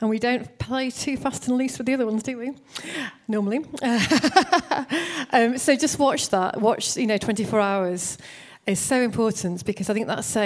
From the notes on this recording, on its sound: Recorded at Proximity 2019.